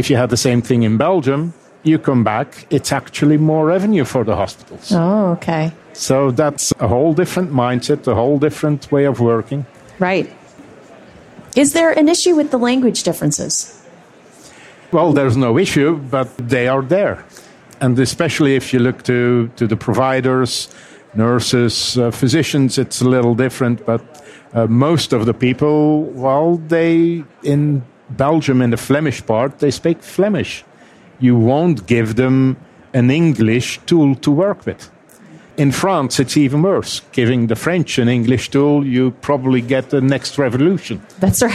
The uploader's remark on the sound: The episodes were broadcast live in CTGHS’s booth at the The HIMSS15 Annual Conference and Exhibition. The interviews were recorded and will be published on a regular basis on intrepidNow Healthcare.